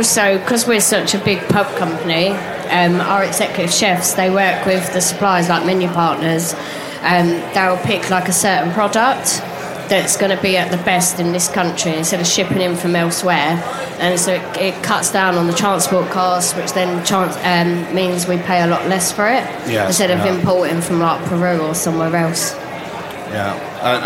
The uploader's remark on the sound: The Lock In team take to the airwaves live at The Restaurant Show